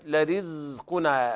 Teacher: بين الجهر في الزاي وعدم الهمس فيها